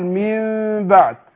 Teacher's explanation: لما اجي اقول من بعد وصية عندنا النون ساكنه هنا وبعدها الباء. النون الساكنه لما يجي بعدها باء بنقلب النون الساكنه او التنوين ميم بغنه مع الاخفاء · بنطق الميم مكان النون على طول بنطق ميم بس مخفاه مع الغنة حركتين